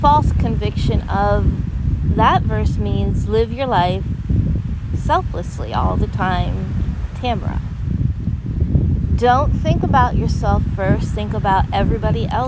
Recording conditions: wind noise